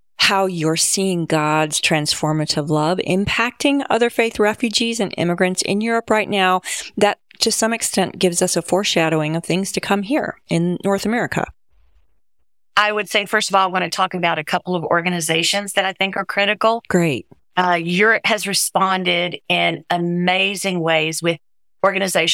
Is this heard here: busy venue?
no